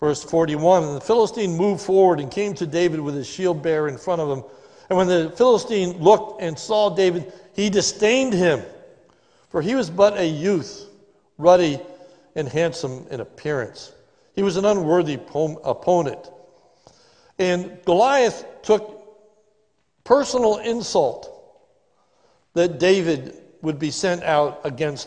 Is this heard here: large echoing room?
yes